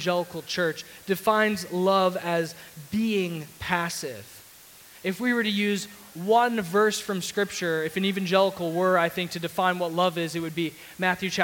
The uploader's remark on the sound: Sermon audio from CityGate Church